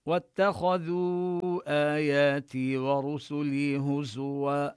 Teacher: نبين التاء مرققة والخاء مفخمة، والذال كذلك نبينها مرققة حتى لا تشتبه بحرف الضاء.